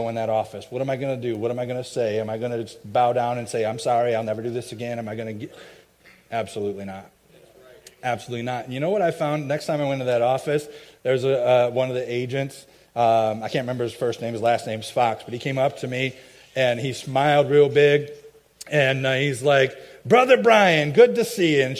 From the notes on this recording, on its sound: i preached at my home church